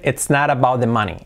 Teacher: Ya no dice about the money, la T de about la hace suave también.